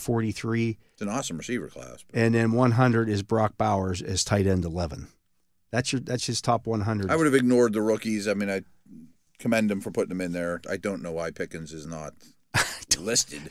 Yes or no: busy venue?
no